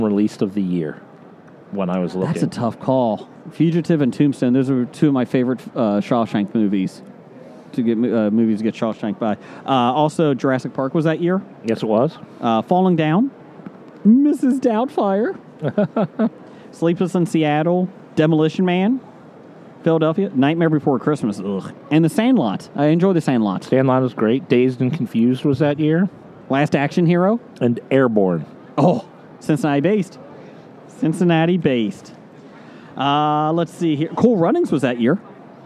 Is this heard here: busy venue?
yes